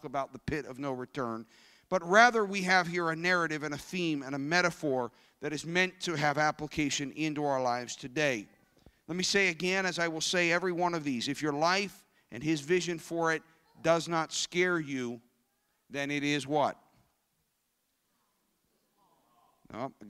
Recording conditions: live audience